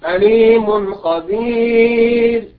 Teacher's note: أظهرنا التنوين هنا لأنه أتى بعد التنوين حرف الخاء في كلمة خبير والخاء من حروف الإظهار.